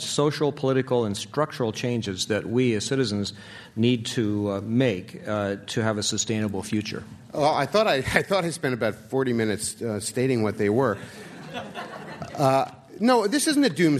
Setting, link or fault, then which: setting, live audience